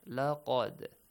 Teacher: So the first important tajweed rule here is laqad, the letter dal, which is sakin, and you produce an echoing sound